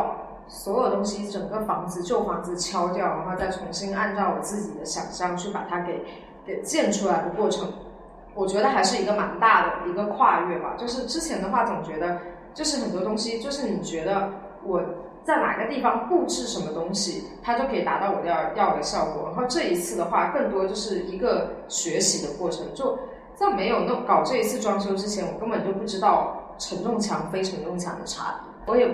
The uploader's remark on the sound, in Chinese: 在场还有两位热心听众旁听。由于第一次在实体店里录音，经验欠缺导致音质不佳，场面有些混乱，还请见谅。